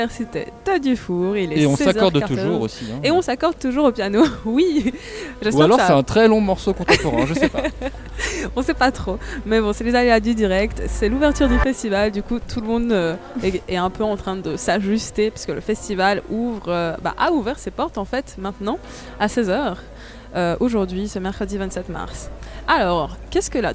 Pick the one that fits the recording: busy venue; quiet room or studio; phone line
busy venue